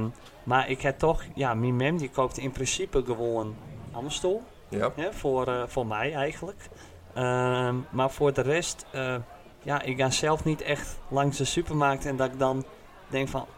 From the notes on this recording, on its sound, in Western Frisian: De mannen binne live anwezig bij de finale dag fan de Bildtse Cup in Sint Jabik